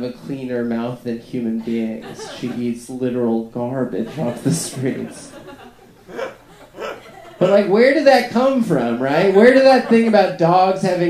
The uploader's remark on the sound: 2017-01-21 funny moms 4 Live Show